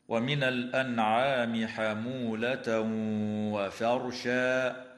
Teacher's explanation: إظهار حلقي للنون الساكنة عند حرف العين في كلمة الأنعام، ويدغم التنوين في الواو مع الغنة بمقدار حركتين في قول الله تعالى: حمولة وفرشا.